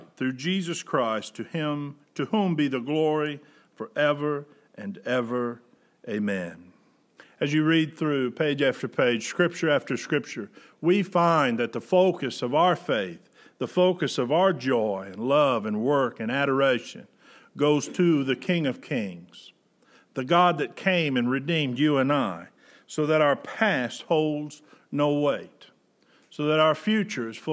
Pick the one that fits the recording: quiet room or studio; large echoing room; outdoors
large echoing room